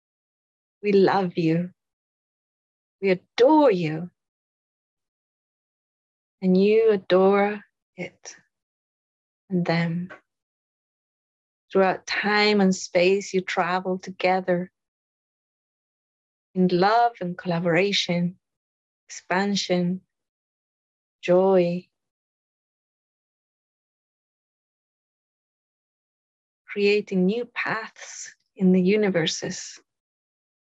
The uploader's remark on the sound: In this episode, we have an excerpt from a live call during the Instant Manifestation Workshop.